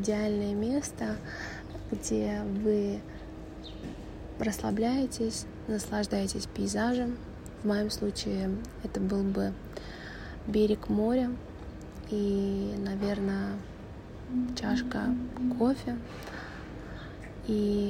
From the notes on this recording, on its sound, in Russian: Этот выпуск я записывала на телефонный диктофон, поэтому заранее простите за качество.